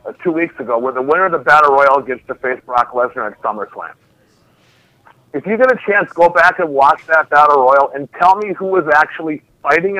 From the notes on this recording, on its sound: We also have a special call